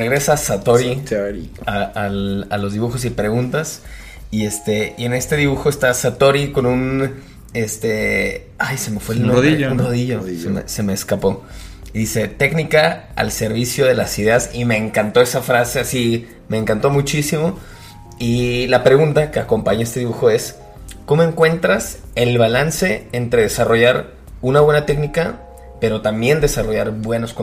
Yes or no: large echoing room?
no